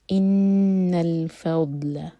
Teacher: ہے فضل ضاد زبان کے سائڈ سے پڑھا جاتا ہے اور یہاں پر سکون ہے ضاد پر تو بالکل بھی جھٹکا نہیں ہوگا